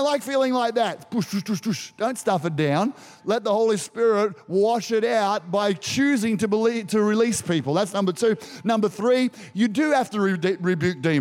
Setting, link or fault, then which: setting, large echoing room